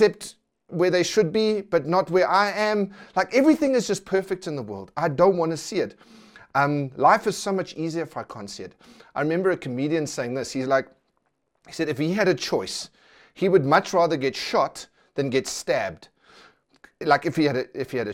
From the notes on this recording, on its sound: preached at Centre Church on the 21st June 2020